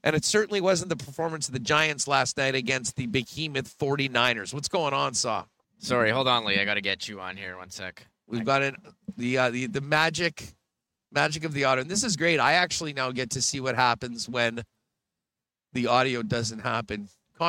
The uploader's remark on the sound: Live at Winnipeg Jets Training Camp Day 2. They are live from the hockey for all centre for Day 2 of Winnipeg Jets Training Camp.